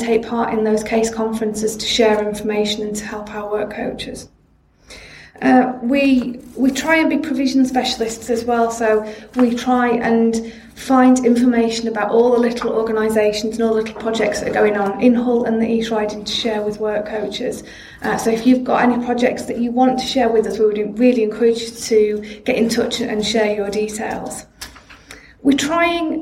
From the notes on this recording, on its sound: Recorded at the 'Help Through Crisis Event', organised by Hull and East Riding CAB, April 2018.